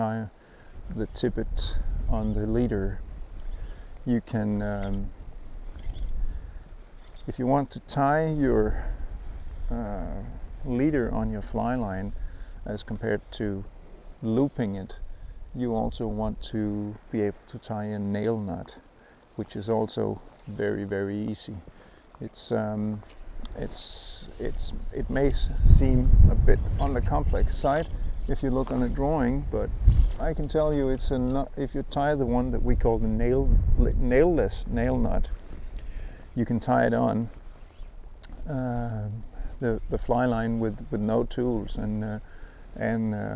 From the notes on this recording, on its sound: During a trip for sea trout (one caught while NOT recording)